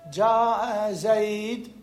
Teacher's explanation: نحذف التنوين ونقف على ساكن · Term: التقاء الساكنين